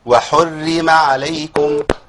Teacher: الراء هنا مشددة بالكسر، فعايزين نرقق الراء الاثنين